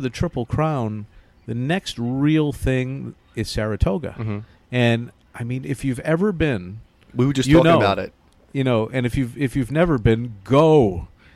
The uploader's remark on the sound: live from Belmont Park